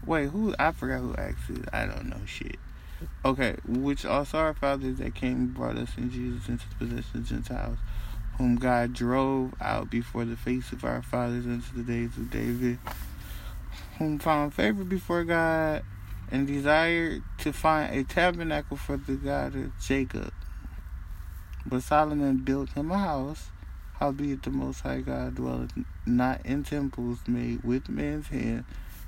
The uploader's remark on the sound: Conversations in the car with my best friend